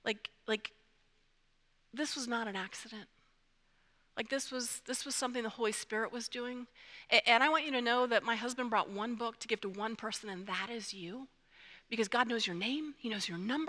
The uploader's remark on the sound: presented by Asbury Seminary Kentucky Chapel, recorded on Tuesday, February 27, 2024 at Asbury Theological Seminary's Kentucky campus